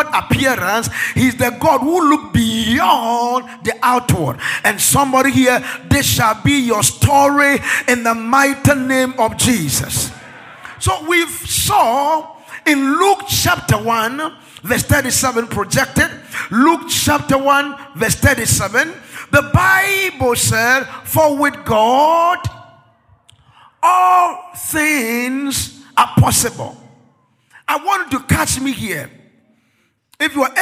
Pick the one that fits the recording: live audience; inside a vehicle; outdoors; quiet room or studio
live audience